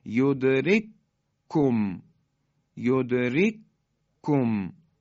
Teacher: یا یدرککم، کاف اولی ساکنه، دومی متحرک، یدرککم، حالا این دوتا کاف در هم ادغام میشن